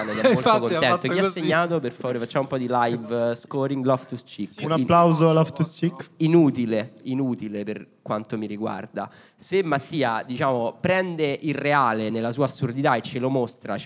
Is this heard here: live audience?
yes